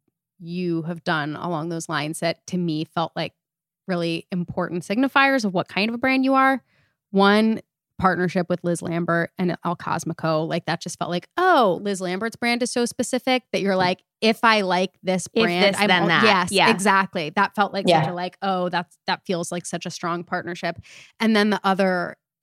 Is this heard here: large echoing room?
no